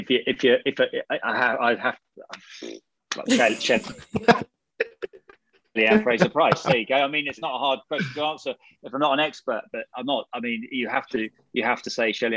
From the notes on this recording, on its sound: A remote recording this week, so no Samson mics in use, and - wow - did we miss our swanky kit.